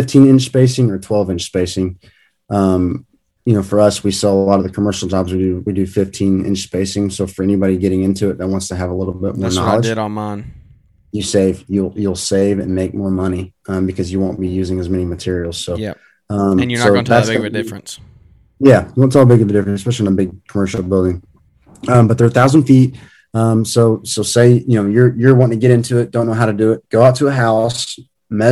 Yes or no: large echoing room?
no